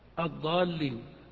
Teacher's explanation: أن تنطق بالألف ممدودة وأن تنطق باللام مشددة